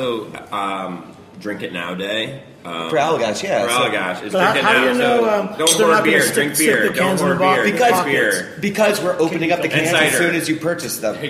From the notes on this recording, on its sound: Recorded last Sunday at Three’s Brewing. Winter Can Jam event.